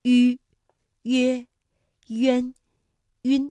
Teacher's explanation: 发音的时候双唇搓拢成圆形，所以叫做搓口呼